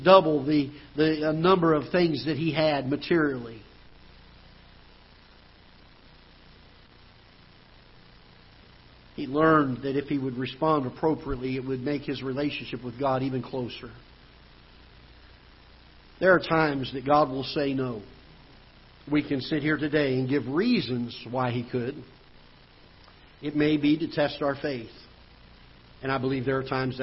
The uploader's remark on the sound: Ketha Heights Baptist Church ~ Live Broadcast